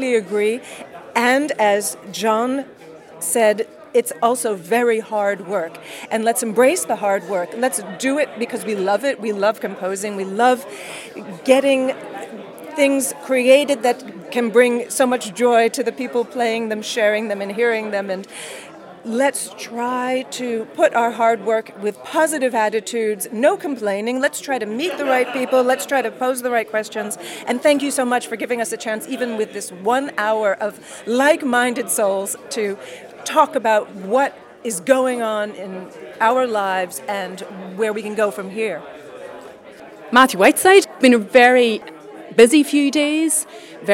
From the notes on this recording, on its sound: A panel discussion at Classical Next. Presented by PRS Foundation in association with CMC.